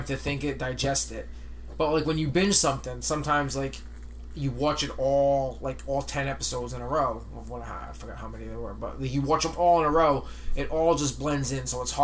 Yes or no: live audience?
no